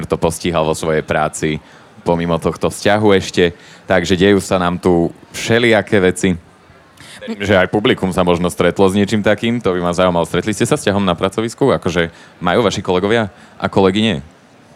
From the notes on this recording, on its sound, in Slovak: Live priamo na evente Profesia days v Starej tržnici.